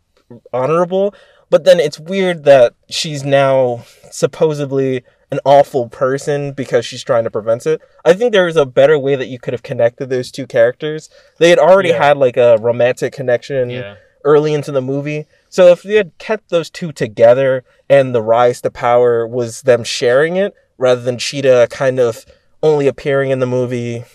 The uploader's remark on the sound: Brought to you from our car.